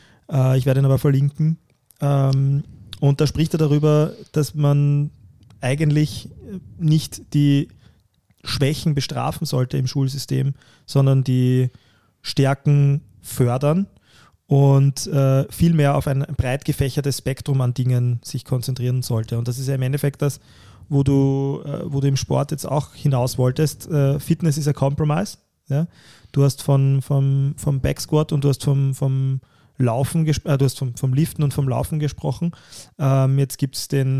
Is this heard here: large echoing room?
no